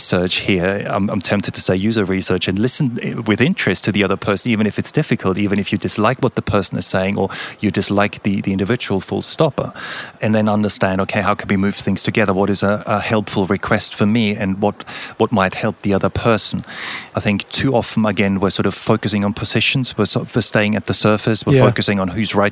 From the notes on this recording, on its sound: Whilst at the Leading the Product Conference in Stockholm